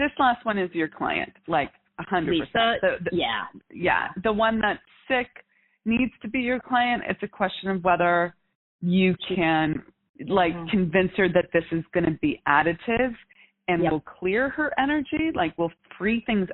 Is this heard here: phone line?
yes